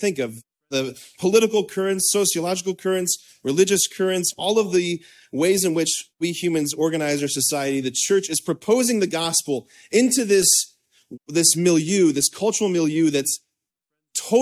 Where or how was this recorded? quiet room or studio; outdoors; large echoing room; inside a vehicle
large echoing room